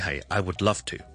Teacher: L-O-V-E 嗰个 V 咧我听落去咧系似一个 F